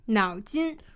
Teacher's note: 脑筋, which is third tone, first tone